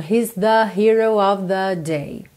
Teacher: o … canta esse the, mais puxado para um ozinho